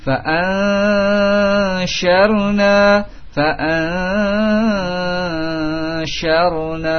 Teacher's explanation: Sya bukan sa, bukan ta. Dibedakan antara sya dengan sa, ya, itu dengan sifatnya tafasyi.